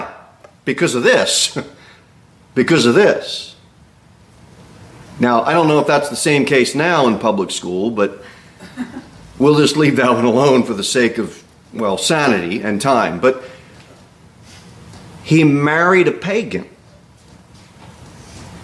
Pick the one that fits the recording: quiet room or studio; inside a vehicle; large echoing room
large echoing room